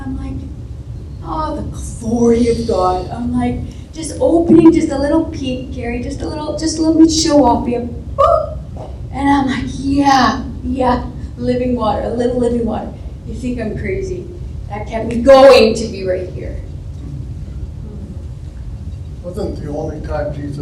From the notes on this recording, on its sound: our live service at the Xtreme Theatre